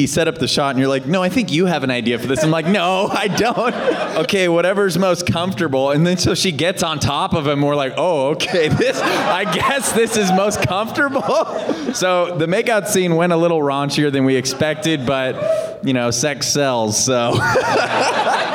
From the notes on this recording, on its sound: the Q&A Panel from the Space Waves World Premiere